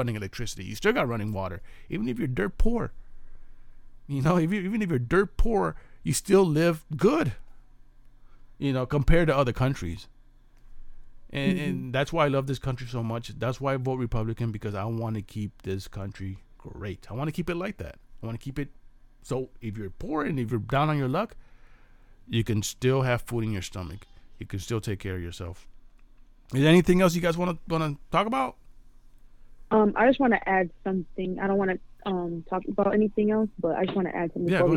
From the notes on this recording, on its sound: live phone interview